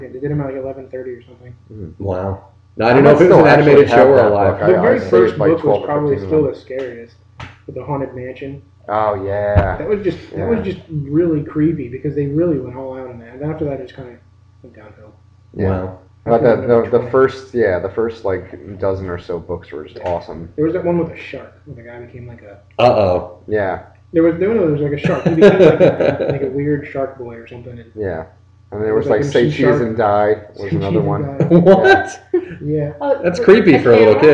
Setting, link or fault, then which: fault, poor sound quality